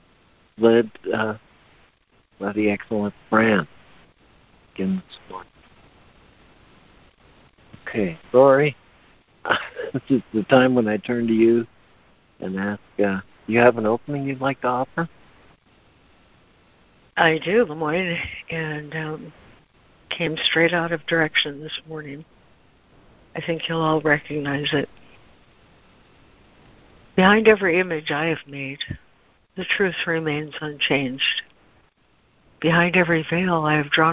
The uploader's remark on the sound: ACIM Daily Conference Call